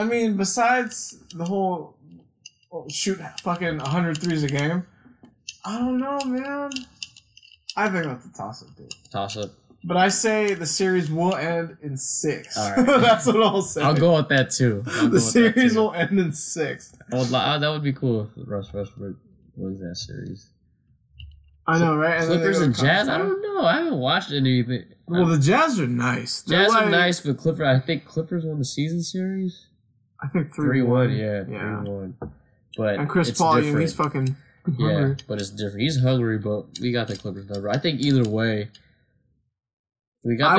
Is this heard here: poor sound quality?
yes